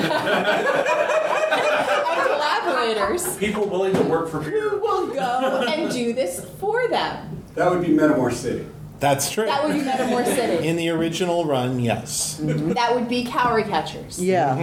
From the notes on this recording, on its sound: In this panel from Balticon 51